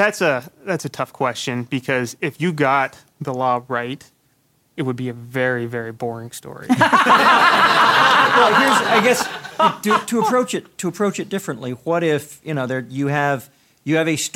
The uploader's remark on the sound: Joined us in front of a live audience at GenCon Indy.